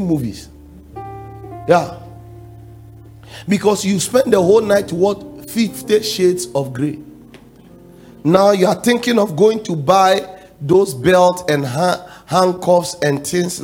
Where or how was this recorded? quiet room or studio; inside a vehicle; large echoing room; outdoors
large echoing room